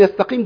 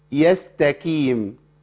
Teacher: غيرنا الحرف خالص بدل ما هي قاف بقت كاف · Shown in: first take